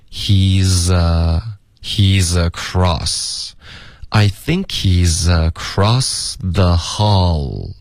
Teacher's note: z 跟 across 也要连读